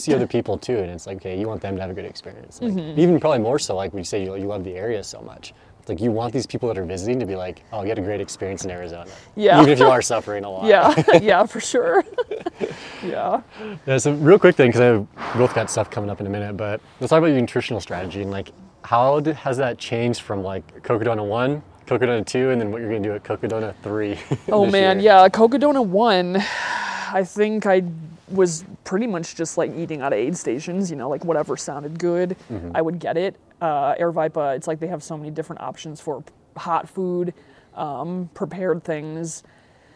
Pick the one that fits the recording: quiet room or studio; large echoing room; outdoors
outdoors